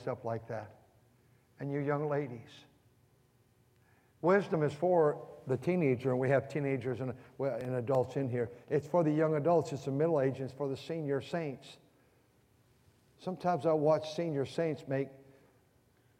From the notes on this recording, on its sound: during the Wednesday Evening service on March 29, 2023, at North Valley Baptist Church in Santa Clara, California